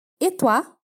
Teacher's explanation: veja que aqui o O e o I vai fazer o som de uá, toi.